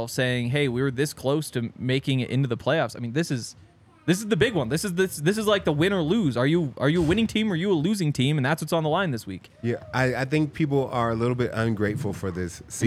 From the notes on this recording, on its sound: coming to you LIVE from the DNVR Bar